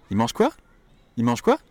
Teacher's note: you skip over that L sound